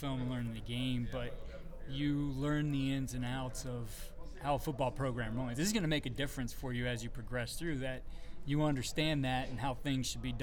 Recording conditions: busy venue